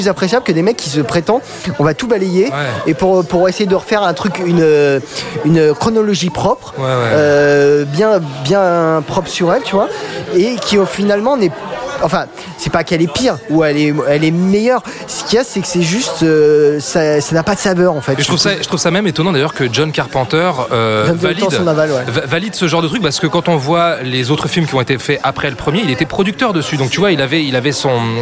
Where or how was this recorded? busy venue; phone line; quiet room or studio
busy venue